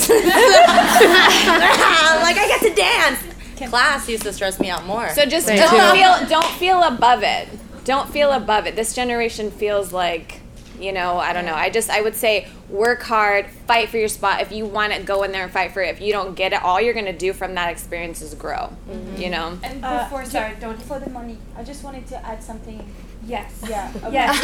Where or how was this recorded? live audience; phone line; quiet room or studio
live audience